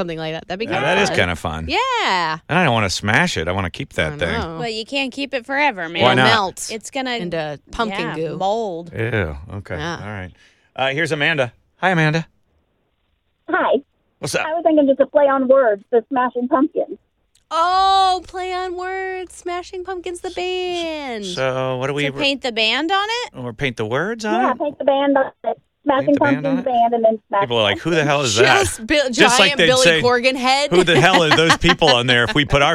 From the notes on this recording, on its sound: listen to these people call into the Smiley Morning Show.